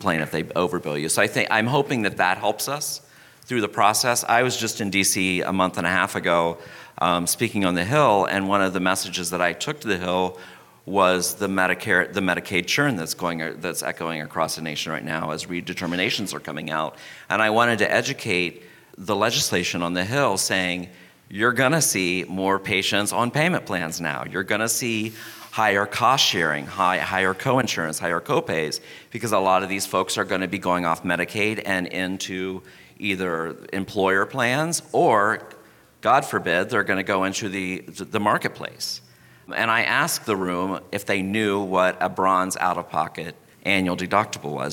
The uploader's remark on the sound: Live from HFMA's Annual Conference